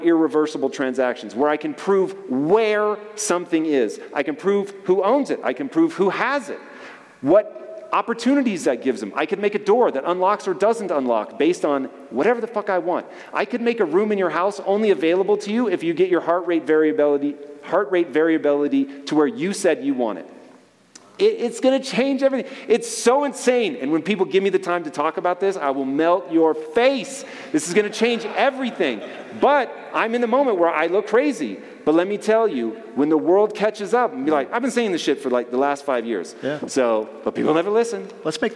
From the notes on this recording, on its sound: on stage interview from our 2023 Lake Tahoe Adventure & Mastermind